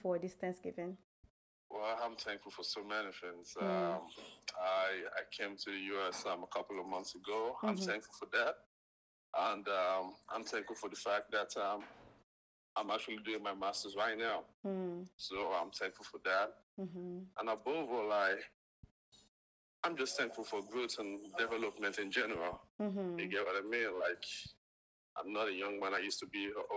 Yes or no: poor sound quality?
yes